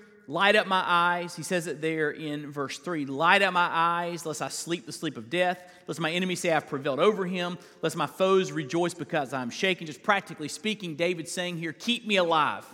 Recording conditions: large echoing room